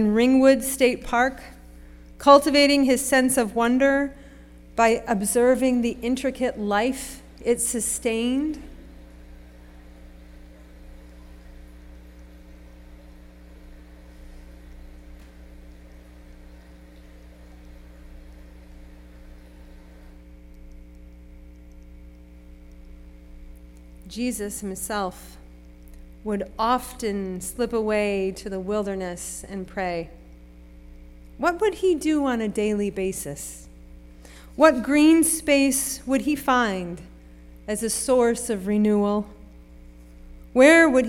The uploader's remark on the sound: Sermon preached at RCHP on March 12, 2023.